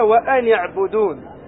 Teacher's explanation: وأن هنا أصلها ساكنة، فالتقت بالعين الساكنة، فللتخلص من التقاء الساكنين حركت بالكسر · Term: عارض الشكل